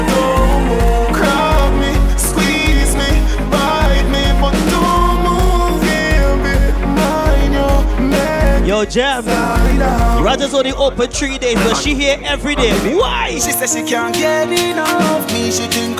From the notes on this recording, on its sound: LIVE AUDIO FROM ROGERS GARDEN WEEKLY SATURDAY VIBES